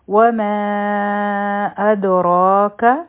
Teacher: دال باندې به قلقله کوو، ځکه چې په دې باندې سکون دی، او را به غټه وایو، ځکه چې په دې فتحه ده، او دا به دوه حرکه راکاږو هم، او کاف با یو حرکه وایو.